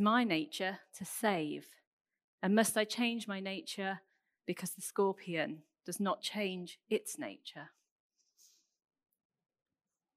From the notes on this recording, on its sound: Recorded 27th June at Central Vineyard Northampton under covid conditions and restriction